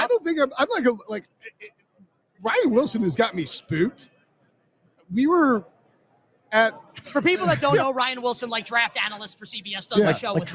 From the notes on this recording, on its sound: LIVE from Radio Row in Las Vegas.